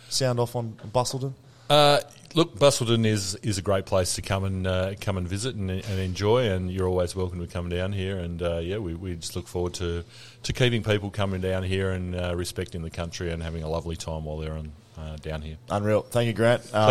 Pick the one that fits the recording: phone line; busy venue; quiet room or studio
busy venue